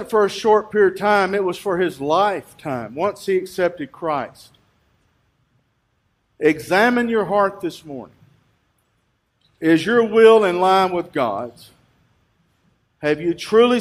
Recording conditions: large echoing room